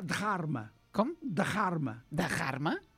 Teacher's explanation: Fer una aspiració darrere de la D.